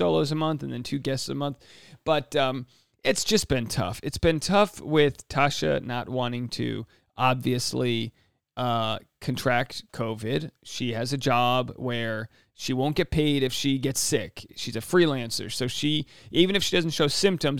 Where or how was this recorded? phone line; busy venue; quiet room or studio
quiet room or studio